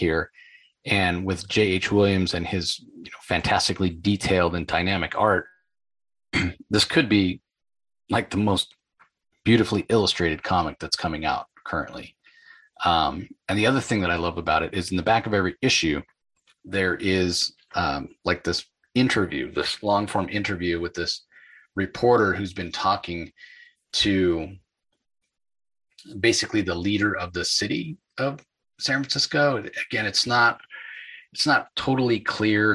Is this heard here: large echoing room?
no